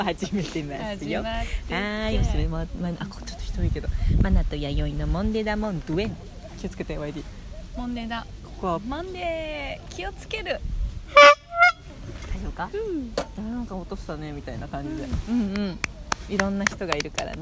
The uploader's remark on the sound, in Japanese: 俺たちの某森でピクニック収録。